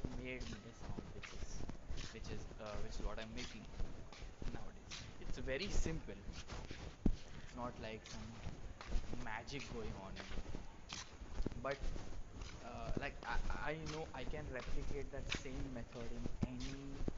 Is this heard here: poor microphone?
yes